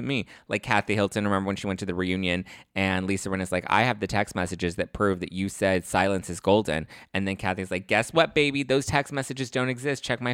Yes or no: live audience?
no